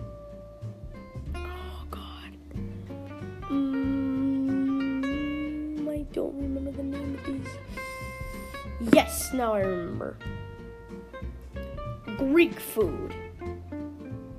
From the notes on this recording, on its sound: Sorry if my voice sounds funny I’m going to be getting a microphone soon!